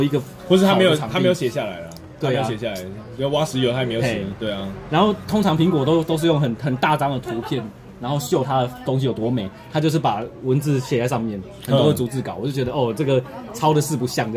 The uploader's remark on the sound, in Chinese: 錄音地點：牽咖啡 Chen Coffee